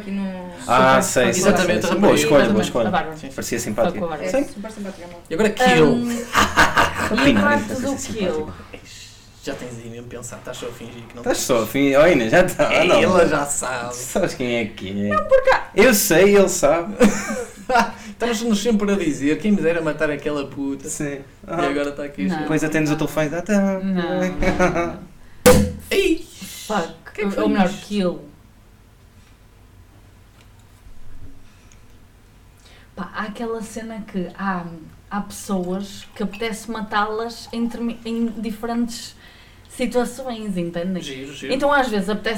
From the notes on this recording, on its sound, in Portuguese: Normalmente não costuma haver tanto barulho de pratos e mães no fundo.